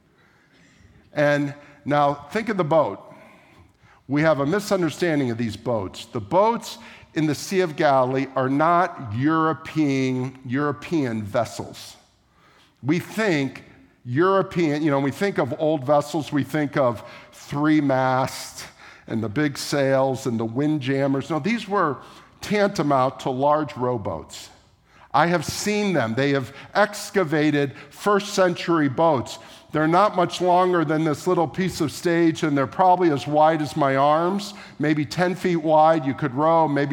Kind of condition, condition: setting, large echoing room